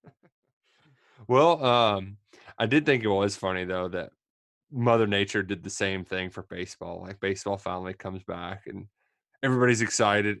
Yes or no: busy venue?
no